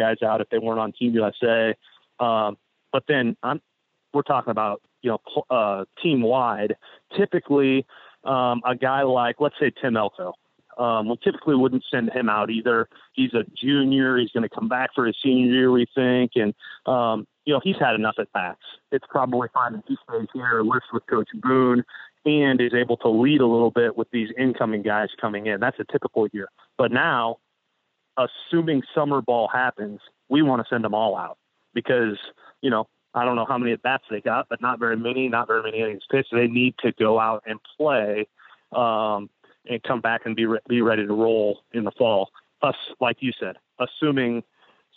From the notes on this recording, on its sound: Joined on the Modern Woodmen phone line.